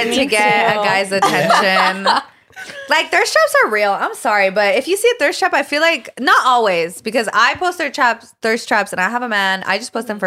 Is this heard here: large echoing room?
no